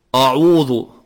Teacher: بعض الناس يفخم الهمزة من أعوذ، يعني أن تقول هكذا أعوذ بالله من الشيطان الرجيم، بعضهم